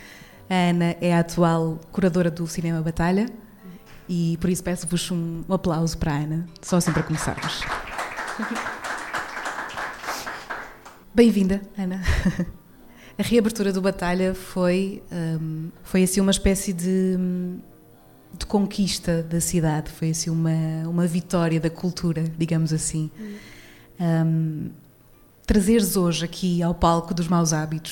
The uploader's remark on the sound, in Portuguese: Ao vivo no Maus Hábitos. Este episódio foi gravado ao vivo no espaço Maus Hábitos. A convite da iniciativa Podcast à Mesa.